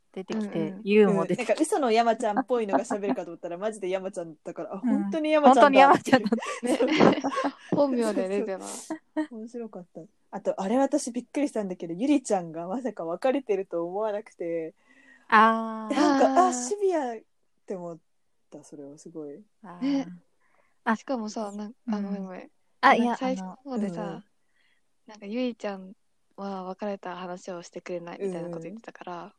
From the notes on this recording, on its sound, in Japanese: 3人とも鑑賞したてホヤホヤの状態で、リモート収録しております。